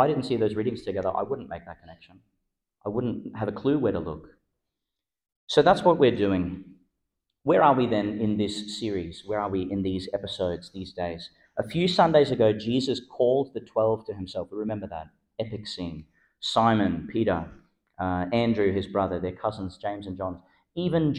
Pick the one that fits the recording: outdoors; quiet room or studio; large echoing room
large echoing room